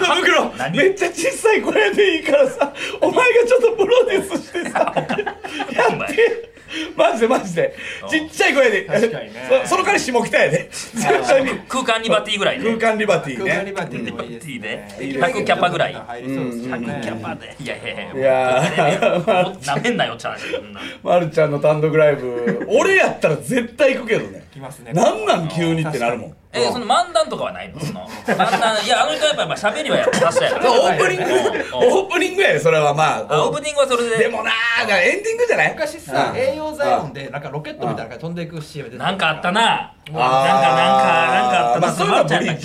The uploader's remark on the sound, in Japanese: 単独ライブ『すご六』楽屋よりお届け。単独ライブ『すご六』東京公演が行われていた浅草公会堂の楽屋で収録しました。